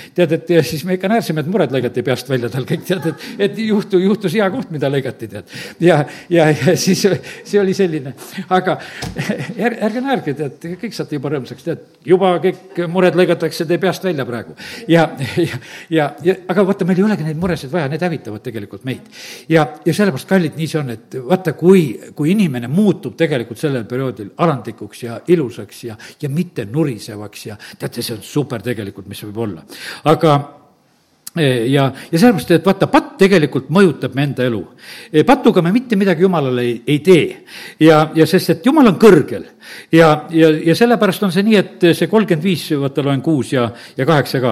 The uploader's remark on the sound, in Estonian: Audio salvestus koosolekult